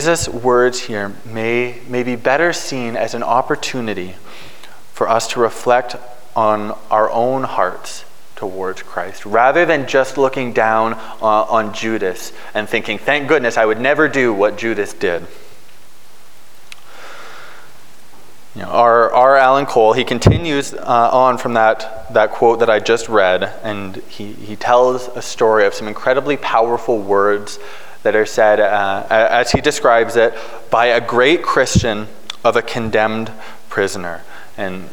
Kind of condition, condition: setting, large echoing room